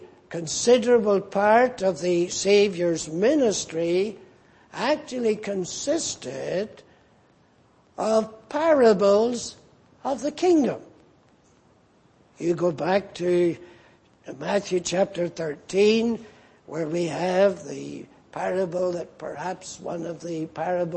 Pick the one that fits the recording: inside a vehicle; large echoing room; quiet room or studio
large echoing room